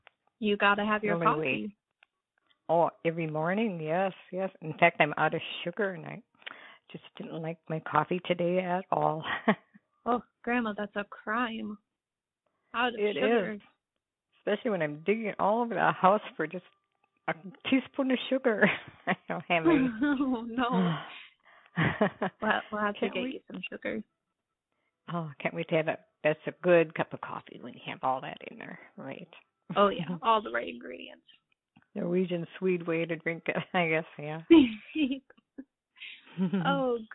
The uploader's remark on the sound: over the phone